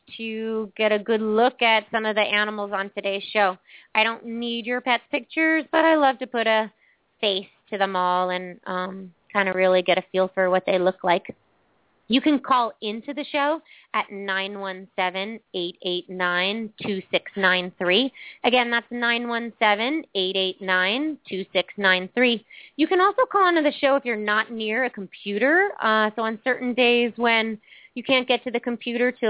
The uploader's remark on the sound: open up the lines for listeners to call